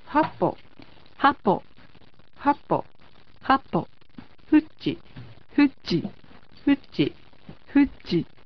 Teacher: ハポ、フチと第一音節にアクセントがついています。